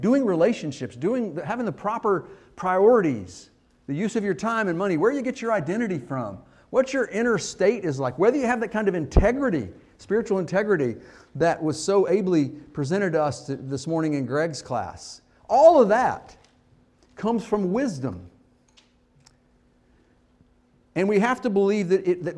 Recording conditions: large echoing room